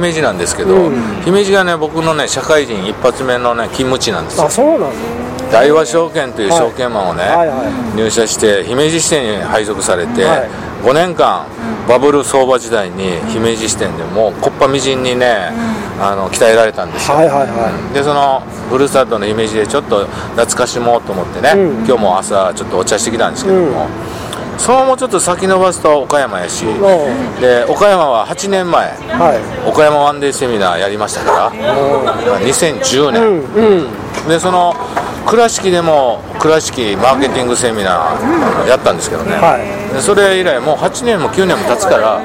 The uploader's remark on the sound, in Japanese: 今回は岡山駅前のイオンのスタバにて